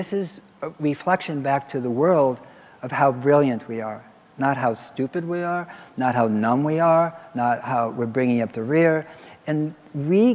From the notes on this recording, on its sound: live interviews from GreenBiz events